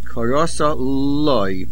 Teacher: the word korosa loy in Nusach Sfard, the lamed of loy has a dogesh